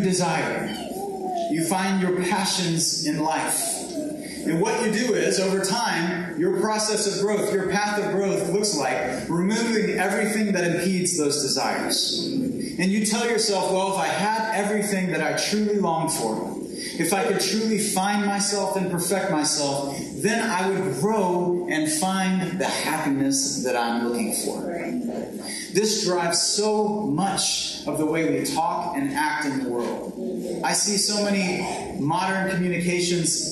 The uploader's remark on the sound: this sermon has been pulled from our livestream so be aware of lower quality audio